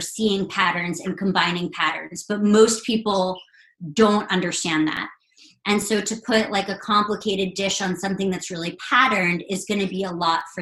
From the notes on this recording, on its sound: An Instagram Live Podcast